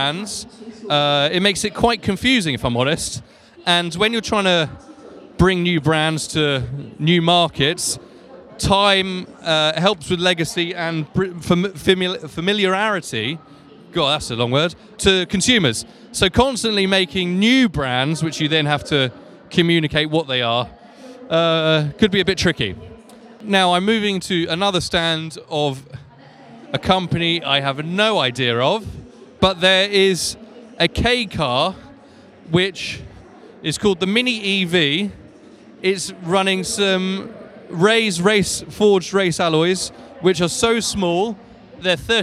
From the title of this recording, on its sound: Live From The Guangzhou Autoshow